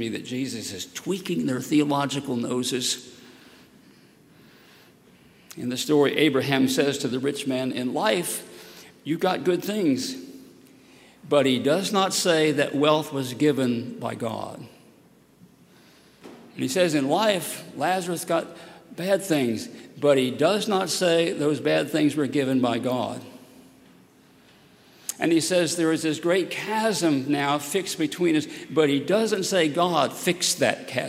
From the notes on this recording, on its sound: At Highland Baptist Church, Louisville, Kentucky.